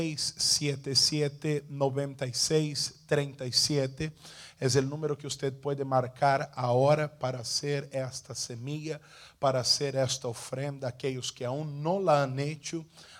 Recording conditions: large echoing room